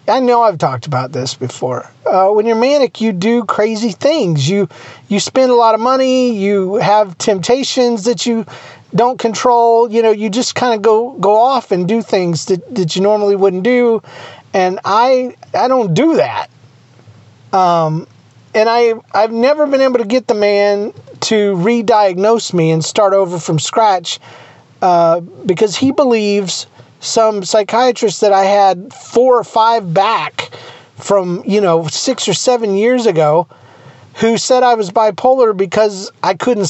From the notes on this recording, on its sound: Just me sitting in my truck waiting on my glasses to get fixed.